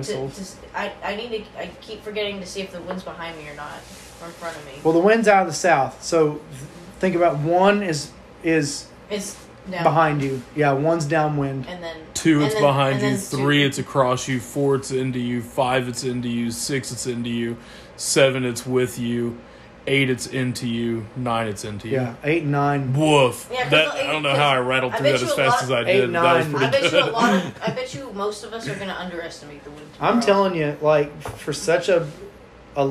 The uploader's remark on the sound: We’re live in Wilburton, Oklahoma, for the inaugural event in the Noah Farms Junior Golf Series! On Site at Sycamore Springs.